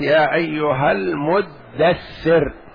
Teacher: يا أيها المدثر، وفي قراءة لأبي المتدثر، المدثر أصلها المتدثر، فأدغمت التاء في الدال وصارت يا أيها المدثر.